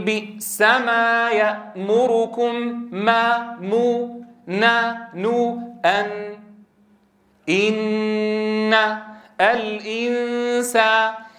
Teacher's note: الغنة في النون والميم المتحركتين: قل بئس ما يأمركم ما مو نا نو أن إن الإنسان.